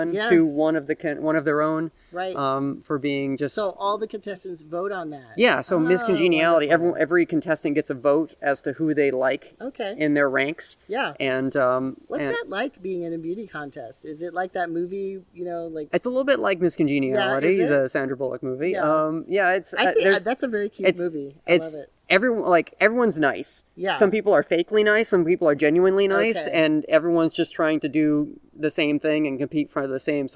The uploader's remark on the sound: We filmed this interview outdoors, so there is some ambient noise, although I did try using a noise reduction filter.